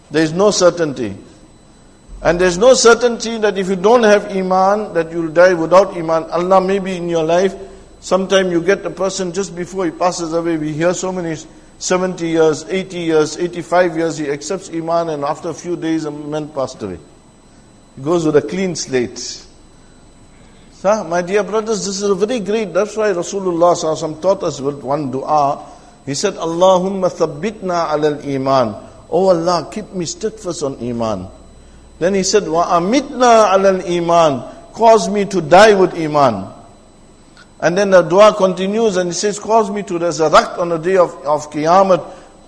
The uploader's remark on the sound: Jumuah lecture at Masjid e Tazkiyah